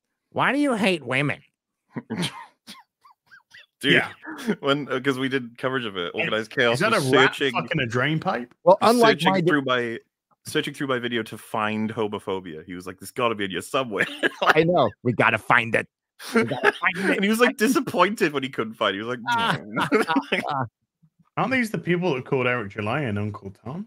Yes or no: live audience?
no